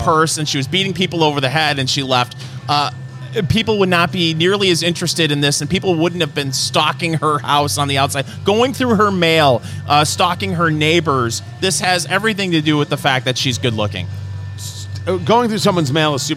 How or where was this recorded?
busy venue